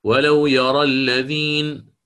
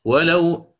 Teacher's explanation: وصلا له وجهان، إما أن يقرأ بالفتح ولو يرى الذين، أو يقرأ بالإمالة